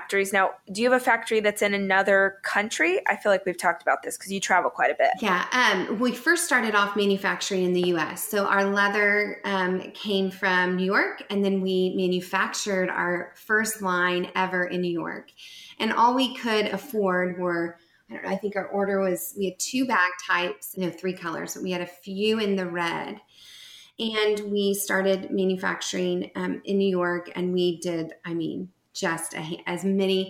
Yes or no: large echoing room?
no